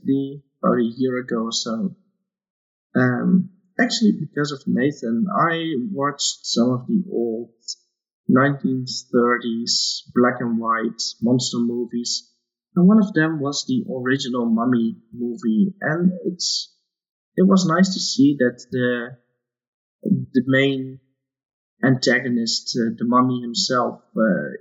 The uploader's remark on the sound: Apologies for the audio on this episode, there were some issues with the recording.